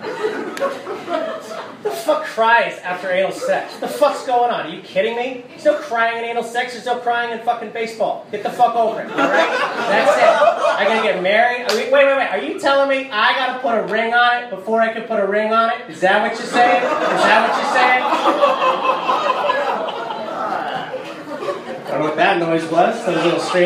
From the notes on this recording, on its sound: Live comedy included from The Velveeta Room and also Sure Thing in ATX. Other than that, the usual, me yelling into a microphone.